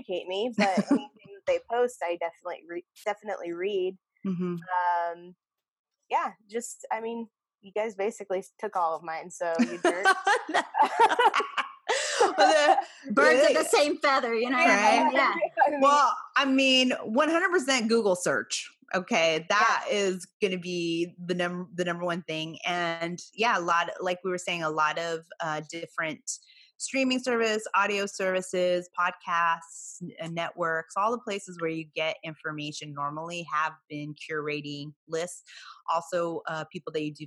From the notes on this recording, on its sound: joins us on this Hoops Talk Podcast Zoom’d episode